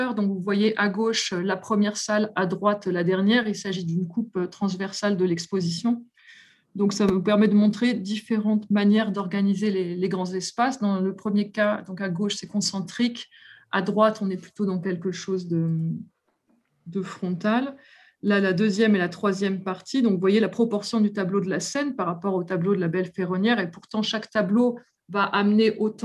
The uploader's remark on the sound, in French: Enregistré sur zoom le 20 avril 2021